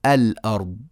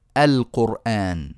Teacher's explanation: همزة الوصل في آل التعريف تكون مفتوحة دائما